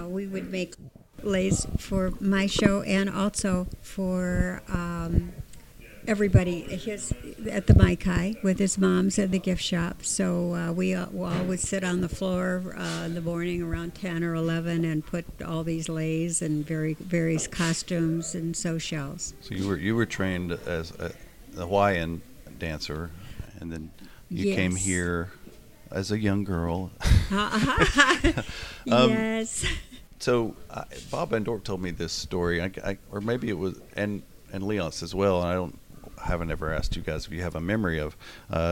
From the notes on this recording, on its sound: we recorded this episode from The Hukilau in Fort Lauderdale, Florida